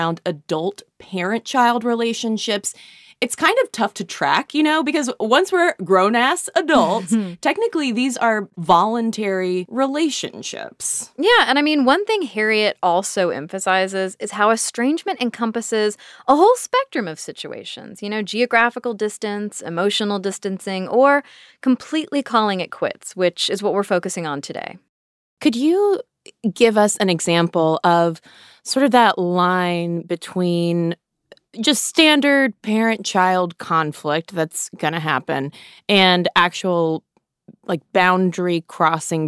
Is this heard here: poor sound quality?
no